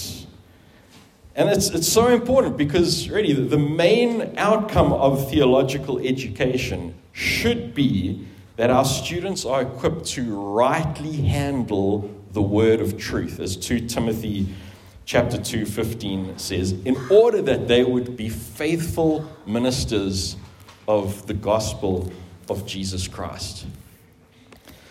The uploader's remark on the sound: At the 2023 annual conference for the Theological Education Association of Southern Africa in Pretoria, South Africa.